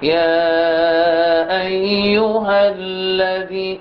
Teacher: أربعة حركات مد منفصل، أربعة حركات